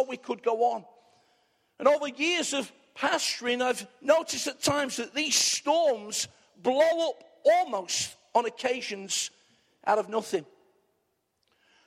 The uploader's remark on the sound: Arena Church Ilkeston